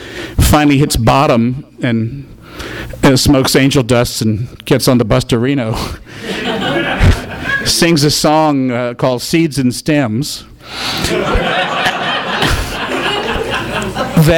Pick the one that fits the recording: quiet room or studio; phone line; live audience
live audience